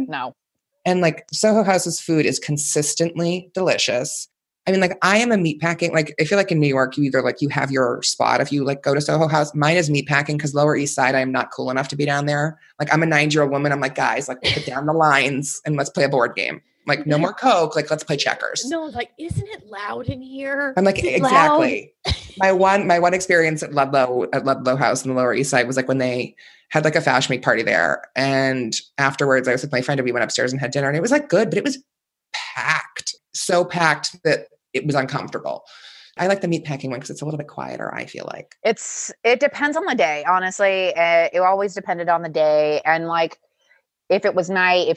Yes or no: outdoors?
no